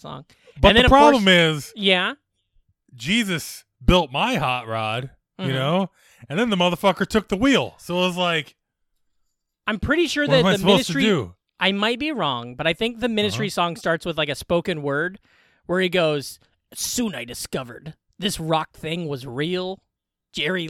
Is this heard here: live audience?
no